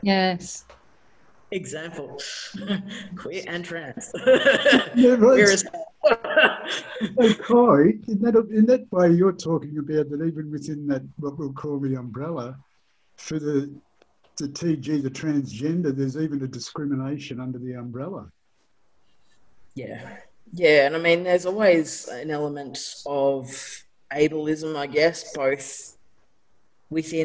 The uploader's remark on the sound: Today we are having a couple of back-to-back chats, via Zoom.